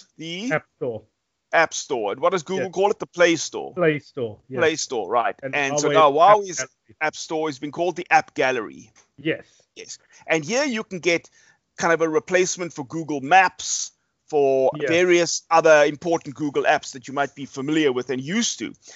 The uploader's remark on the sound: Recorded via Skype